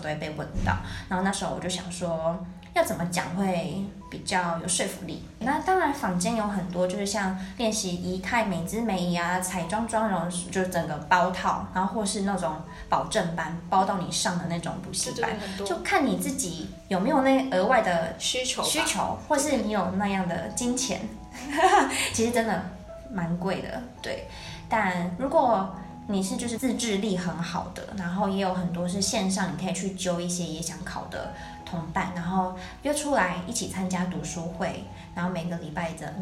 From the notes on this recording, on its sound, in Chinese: 本集因場地錄音關係，技術不夠成熟，些許回音或雜音， 已利用一些背景音樂遮掉請各位見諒